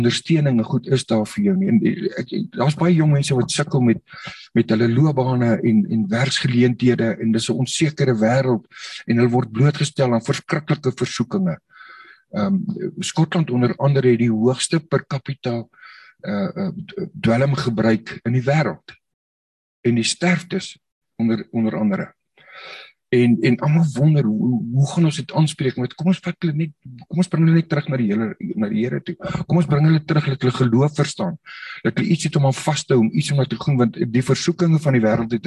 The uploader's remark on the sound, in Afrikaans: Zoom Byeenkoms 22 Maart 2022